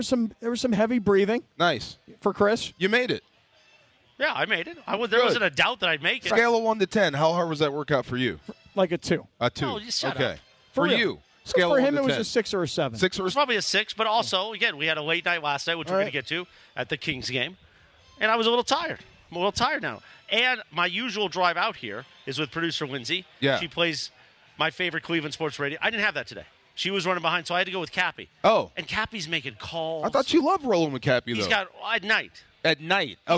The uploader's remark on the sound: LIVE FROM YAAMAVA!